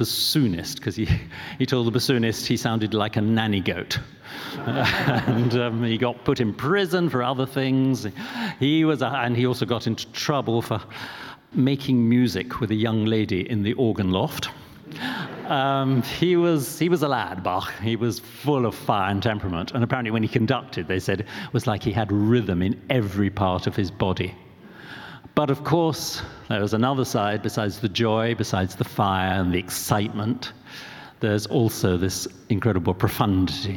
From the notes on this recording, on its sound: This live event. Intelligence Squared brought to the stage two celebrated figures from the world of music.